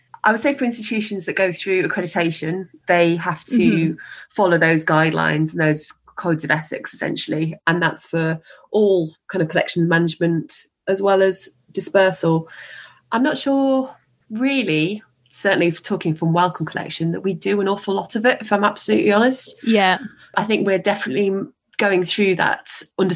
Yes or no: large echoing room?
no